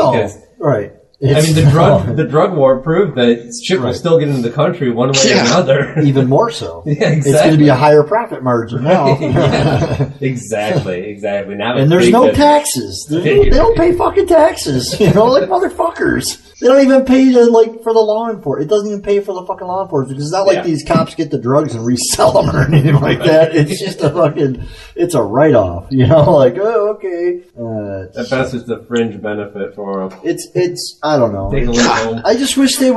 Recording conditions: poor sound quality